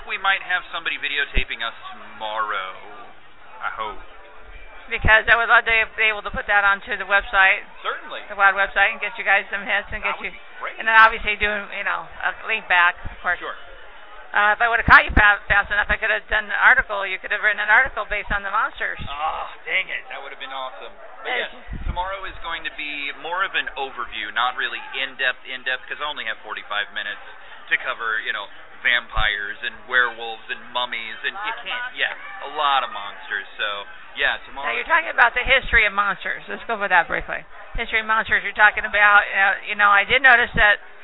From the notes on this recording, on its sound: We talked to the fae folk at Whimsy Garden out at Keen Halloween this past weekend. THIS SHOW IS NOT LIVE - HOWEVER, WAS RECORDED LIVE.